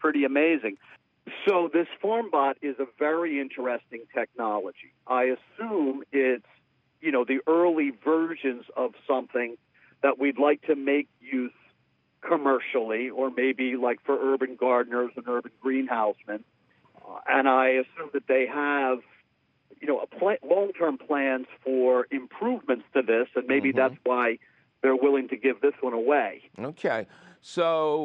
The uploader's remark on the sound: your fabulous phone calls